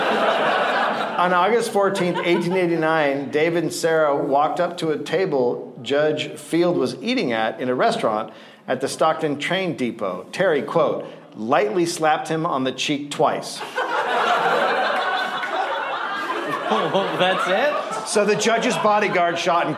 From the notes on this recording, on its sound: Recorded live in Las Vegas